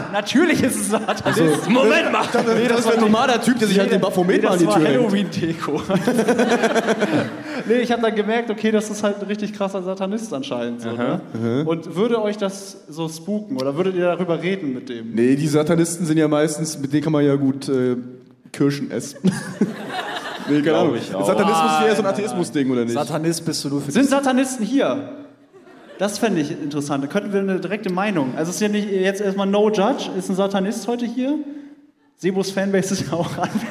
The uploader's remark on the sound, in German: Live aus Frankfurt. Der erste Tour-Stop der Live Podcast Tour liegt hinter uns. An die, die Live dabei waren: Nicht wundern, es wurde ein bisschen rausgeschnitten.